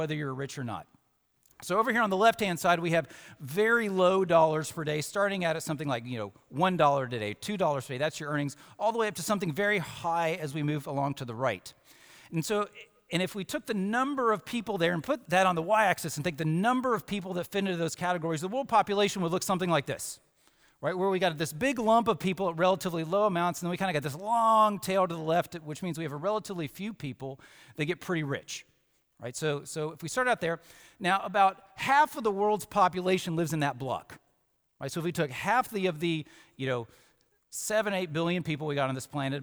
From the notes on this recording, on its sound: Samford University Campus Worship. From Thursday Convocation in Reid Chapel.